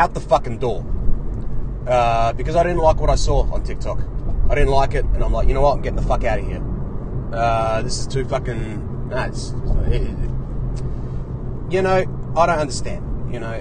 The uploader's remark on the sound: Today I’m in the car again.